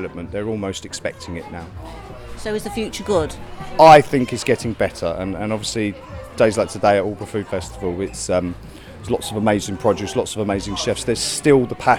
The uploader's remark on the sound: at Aldeburgh Food Festival in Suffolk, chatting to Producers and Chefs